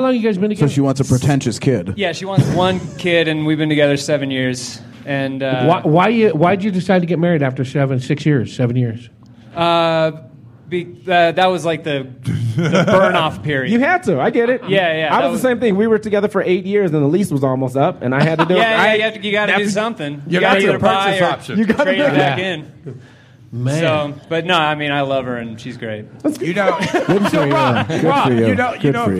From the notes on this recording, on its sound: LIVE from Big Pine Comedy Fest 2018. Recorded at The Southside Tavern in beautiful historic Flagstaff, AZ on Opening Night of Big Pine 2018 !